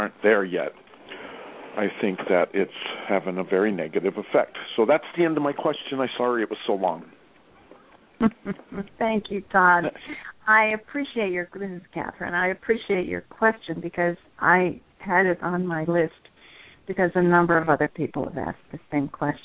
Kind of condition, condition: link, phone line